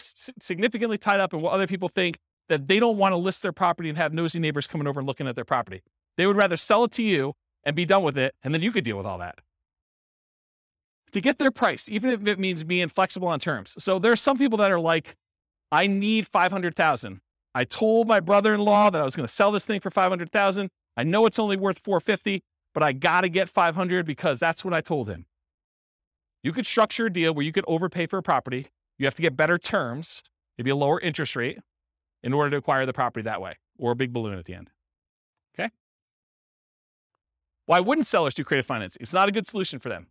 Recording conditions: live audience